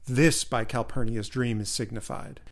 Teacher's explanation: notice that it starts on a stressed syllable to really ram it home